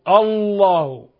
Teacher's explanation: لابد من تفخيم لفظ الجلالة لأنه مفتوح